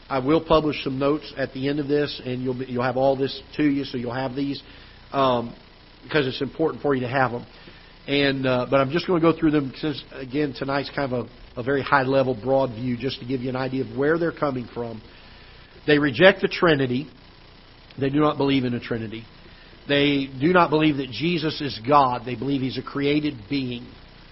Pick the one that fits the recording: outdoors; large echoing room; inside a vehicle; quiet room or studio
large echoing room